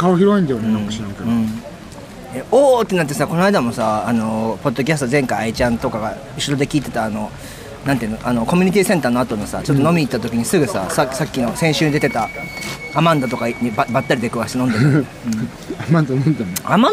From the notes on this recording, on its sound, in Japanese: Kottbusser Torのフリマで食べ歩きしながら雑談したよ。KottBusser Torで毎週金曜日に行なわれているフリーマーケット。現地を歩きながら、その様子や雰囲気をレポートしました。